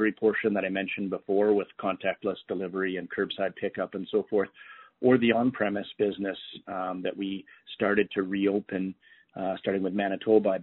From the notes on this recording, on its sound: Third quarter 2020 earnings call for Boston Pizza Fund.